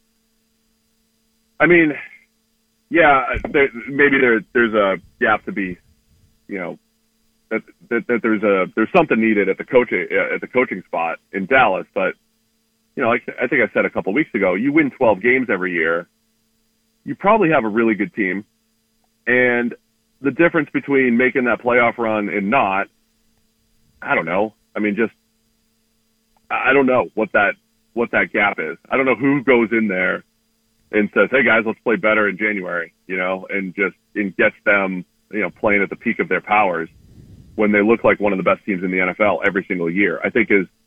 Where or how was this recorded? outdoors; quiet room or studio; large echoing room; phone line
phone line